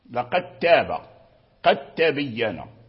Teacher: التماثل ذكرنا، التماثل ذكرنا، والتسارك هو الدال مع التاء، الدال مع التاء، لأنهم تساركا في المخرج من مخرج واحد، التاء والدال من مخرج واحد